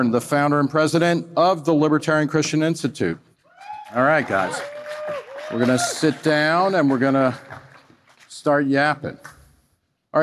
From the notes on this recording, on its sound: This session was recorded at FreedomFest in Memphis, TN, on July 15, 2023